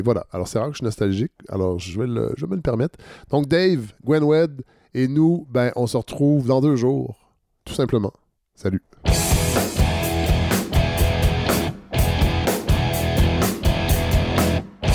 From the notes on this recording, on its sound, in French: Un épisode surprise enregistré ce weekend lors du 41ième festival de cinéma international de Rouyn-Noranda.